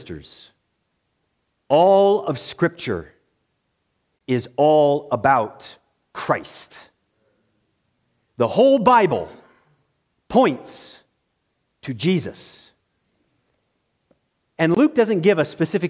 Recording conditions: large echoing room